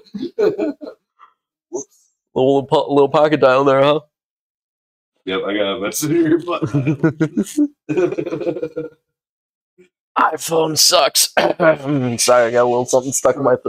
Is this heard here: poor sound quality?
yes